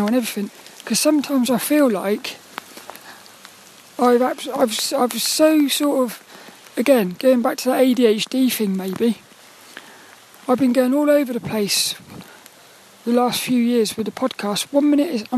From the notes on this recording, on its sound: A WALK AND TALK AROUND A GRAVEYARD IN THE RAIN. This 'About The Tings' episode was a walk and talk around a Graveyard in Plymouth.